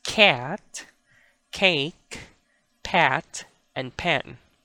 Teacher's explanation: So notice that the K and P sounds are aspirated in English.